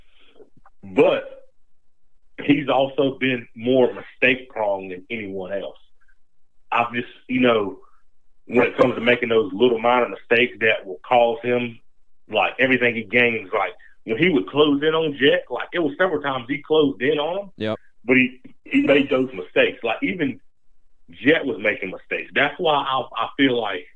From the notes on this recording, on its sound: Then, we will have a call. We have a call.